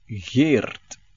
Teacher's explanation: after the double E, you add a nice rolling R and a T